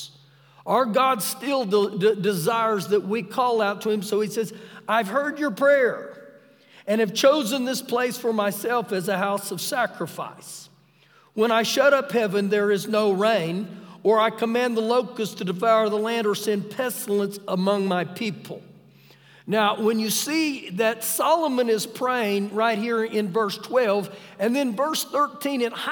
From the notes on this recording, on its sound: Ecorded live during our Wednesday night service.